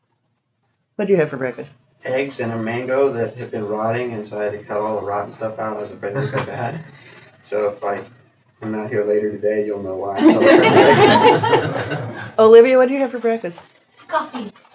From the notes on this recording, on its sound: Part one of an excerpt from the lecture. At Odyssey in the summer of 2014.